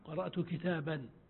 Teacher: في الوصل تقرأه بالنون قرأت كتابا ونسميه تنوين، وفي الوقف قرأت كتابا بالألف، كذلك هذه عند الوصل إذا لا يؤتون، وفي الوقف إذا انقلبت إلى ألف.